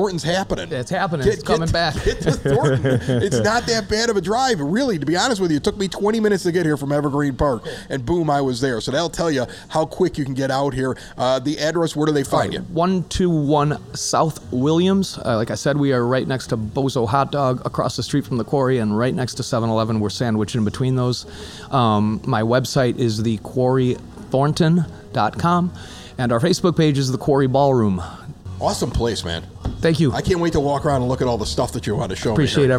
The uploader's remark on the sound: Recorded at a 9-foot homemade oak bar in a basement on the South Side of Chicago.